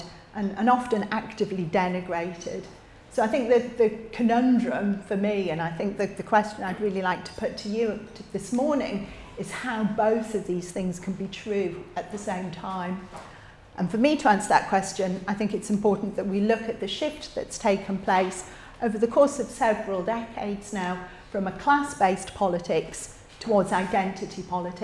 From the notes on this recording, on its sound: Recorded at Living Freedom Summer School 2023.